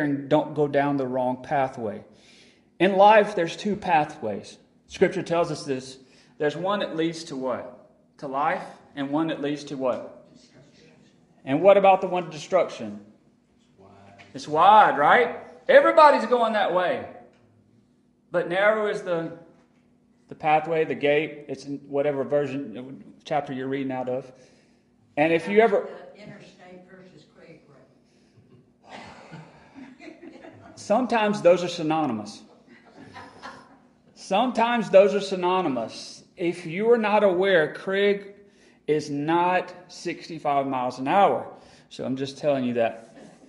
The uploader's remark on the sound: Remainder is recorded at Friendship Baptist Church on August 24, 2022.